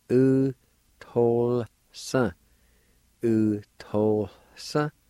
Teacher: The A with the L in this word will be silent, and a faint H sound between the O and L